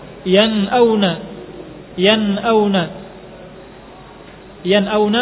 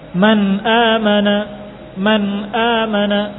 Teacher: nun sukun dibaca dengan izhar jelas, mengeluarkan dari makhrajnya tanpa memberikan padanya ghunnah yang berlebihan